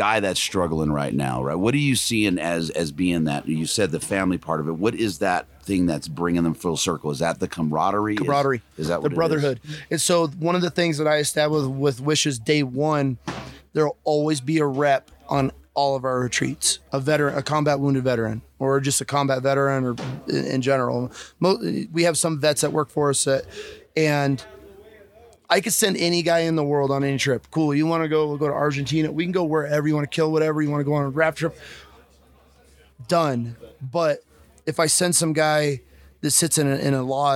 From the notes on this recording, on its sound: Live from Mountain Archery Fest